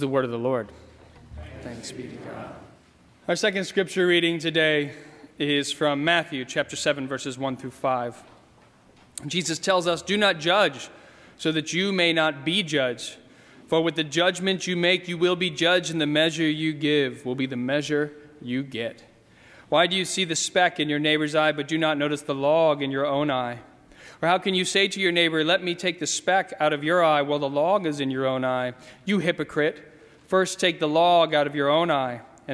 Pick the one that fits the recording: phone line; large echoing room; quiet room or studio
large echoing room